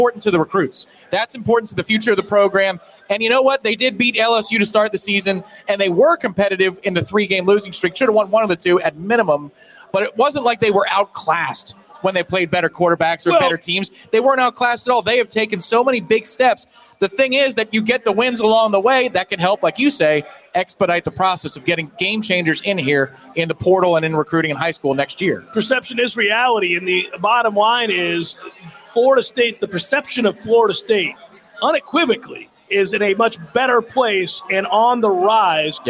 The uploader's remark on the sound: LIVE from the Harry Buffalo in Orlando!